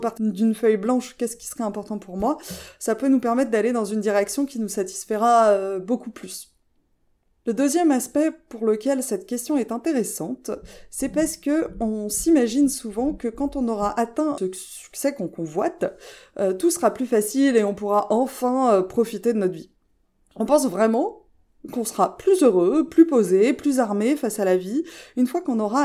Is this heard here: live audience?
no